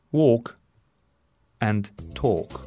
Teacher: exceptions where the L is not pronounced would be walk and talk